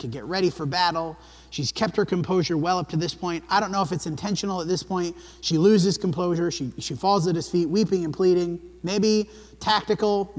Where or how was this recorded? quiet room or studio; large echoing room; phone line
large echoing room